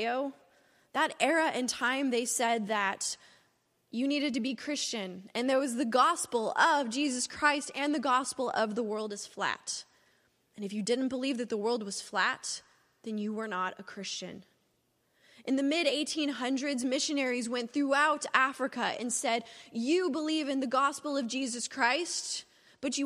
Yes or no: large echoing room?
yes